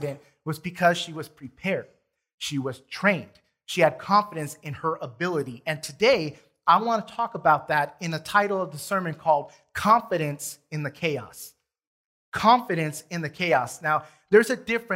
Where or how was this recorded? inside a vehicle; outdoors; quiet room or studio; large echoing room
large echoing room